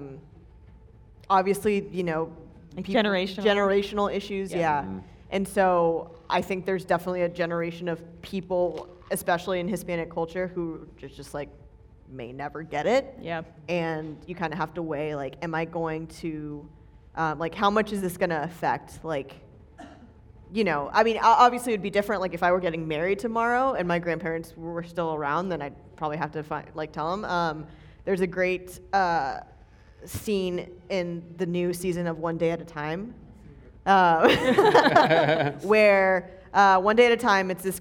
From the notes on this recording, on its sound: filmed in front of a live audience!